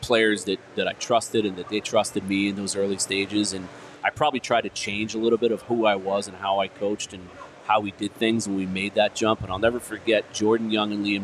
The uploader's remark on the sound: Welcome to the show LIVE from Four Peaks